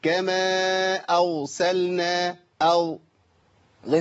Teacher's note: انا ابدلت الراء بواو